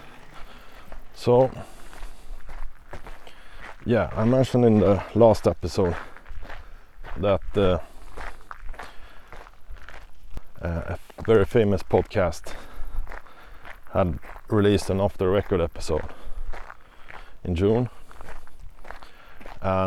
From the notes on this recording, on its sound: we head to an outdoor setting for the first time and experience various surrounding sounds (noizz)